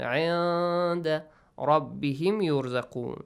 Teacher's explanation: But نون ساكن there. You have, after نون ساكن، you have دال. You hide the sound of نون